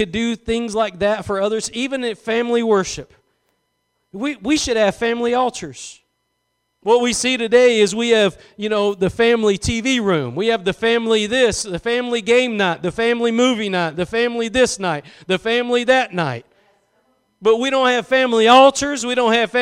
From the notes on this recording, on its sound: Preached at Gospel Lighthouse in Bossier City, La.